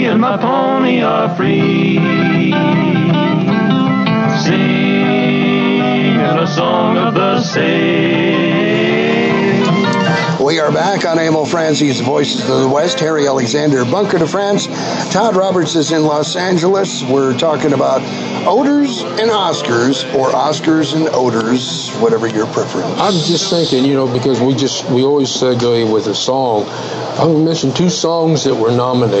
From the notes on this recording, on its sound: our show streams live from the White Stallion Ranch.